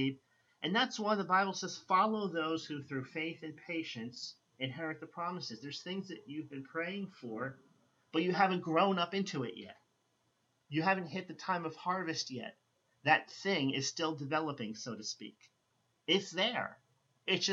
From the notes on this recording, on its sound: I apologize for the lower volume on this recording.